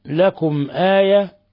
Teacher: ميم ساكنة جاء بعدها حرف الهمزة إظهار شفوي